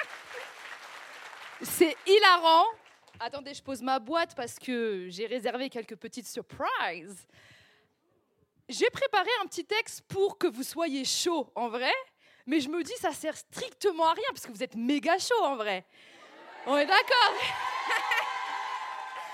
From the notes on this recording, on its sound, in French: EN LIVE SUR SCÈNE.